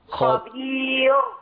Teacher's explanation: الراء مرققة لما نقف عليها لأن قبلها ياء ساكنة